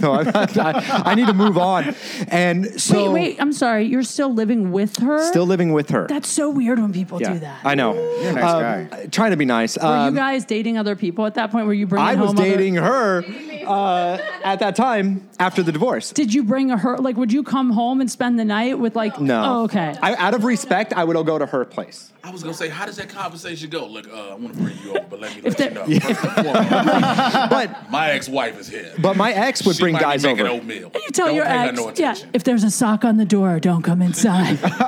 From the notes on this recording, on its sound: LIVE FROM NOHO COMEDY FEST. We went live onstage in North Hollywood.